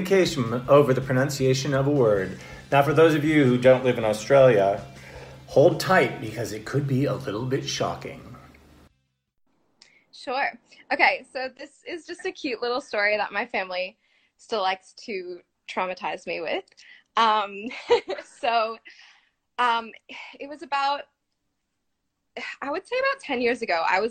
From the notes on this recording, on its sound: the show was recorded from its Instagram Live feed